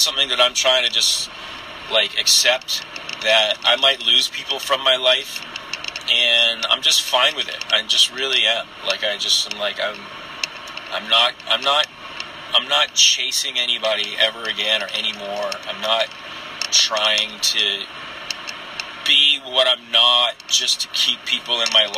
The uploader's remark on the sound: Some thoughts I recorded while driving